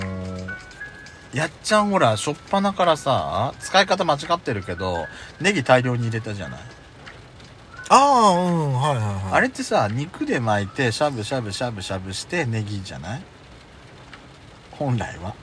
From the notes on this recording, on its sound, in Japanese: パーキング収録